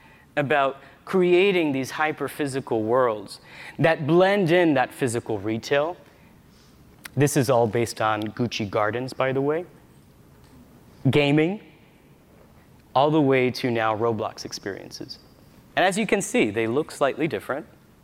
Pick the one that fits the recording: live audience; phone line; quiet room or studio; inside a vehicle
live audience